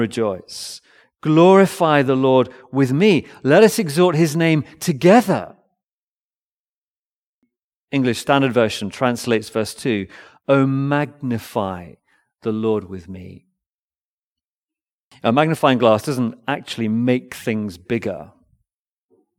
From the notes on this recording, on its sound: Recorded Live stream sermon from Binscombe Church (BWS) 18th February 2024